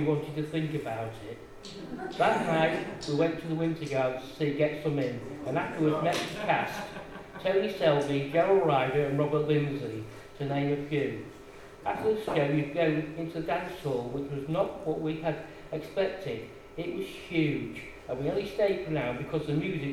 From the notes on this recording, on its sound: Audio recorded at the very successful book launch of Tales from the East Marsh by our very own East Marsh Writers Group, Quills.